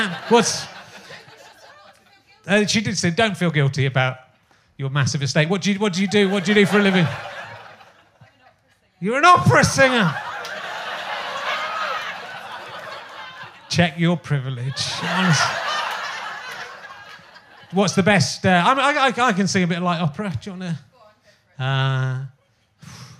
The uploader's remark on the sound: meets a member of the audience